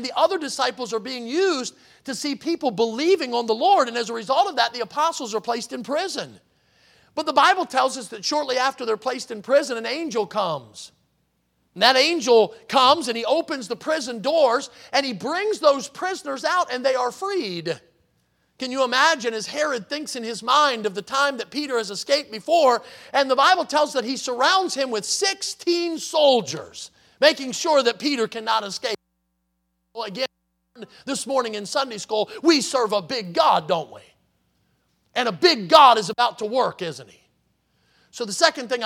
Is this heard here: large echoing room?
yes